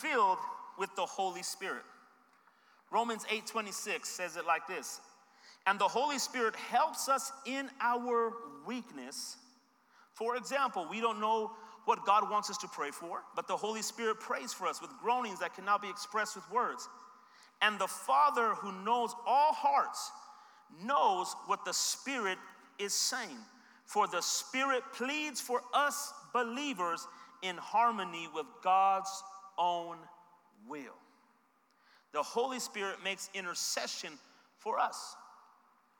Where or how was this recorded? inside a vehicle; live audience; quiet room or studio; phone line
live audience